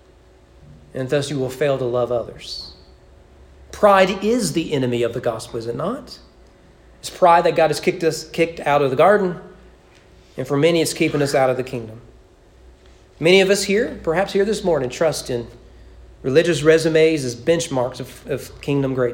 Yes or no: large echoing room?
yes